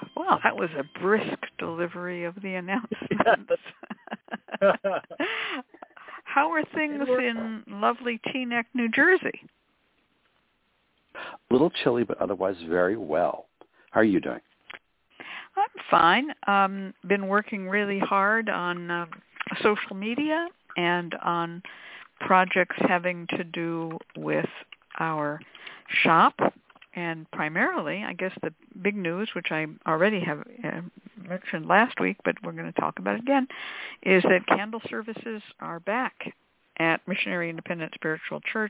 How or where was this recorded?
phone line